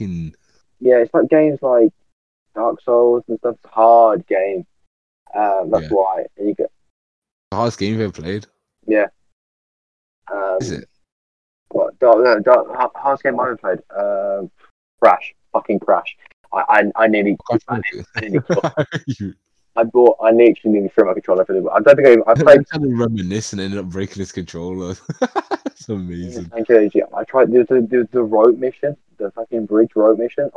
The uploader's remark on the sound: This is our first ever episode the audio is a bit off.